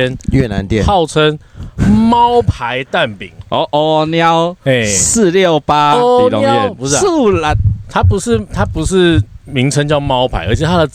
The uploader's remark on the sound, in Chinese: 戶外開講。我們全面升級了錄音配備。